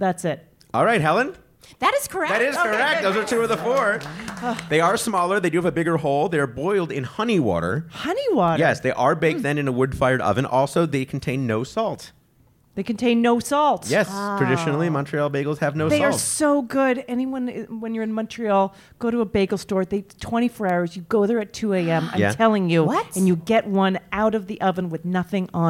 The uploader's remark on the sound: The show was recorded at Caveat in New York City. The show was recorded at Caveat in New York City.